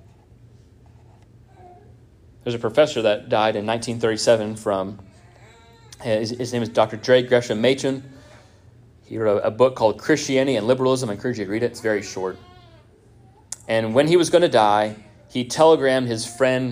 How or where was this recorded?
large echoing room